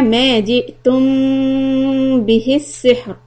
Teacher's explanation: when you stop on the word سِحْر، the raw is going to be soft because there's a كَسْرَة on سِين